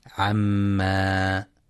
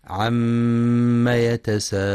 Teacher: ينتبه القارئ في كلمة عم لعدم إثبات ألف بعد الميم · Shown in: second take · فلا يقرأ عما، وينتبه لغنة الميم المشددة فهي أكمل ما تكون وقفا ووصلا.